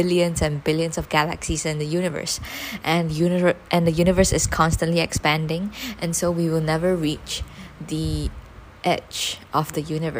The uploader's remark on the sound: Recorded this while I was alone in the dining room. With a stand fan on beside me. I don’t know how much background noise you’re gonna hear cuz I’m not exactly in the best place to record. This is the first episode I’m recording on my new phone!!